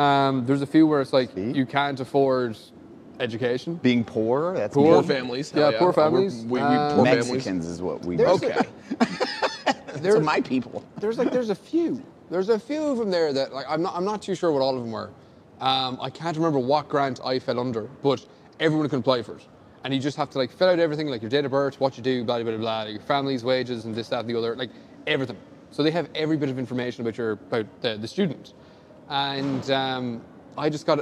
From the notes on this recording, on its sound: FILMED IN SOME RANDOM HALLWAY LIVE FROM GCX IN FLORIDA!!!